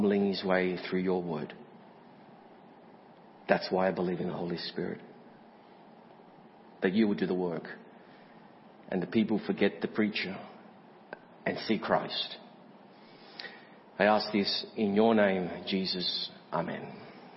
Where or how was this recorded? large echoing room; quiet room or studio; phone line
large echoing room